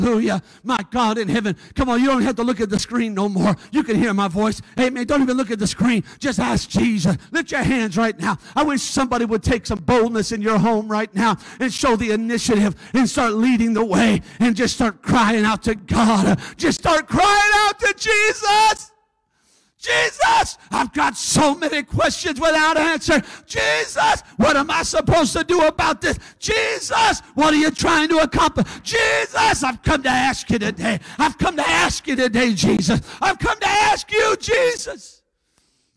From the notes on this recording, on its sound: A service recording from Connect Point UPC! We are located at 21441 Marble Road Eagle Lake, MN, and are affiliated with the United Pentecostal Church International.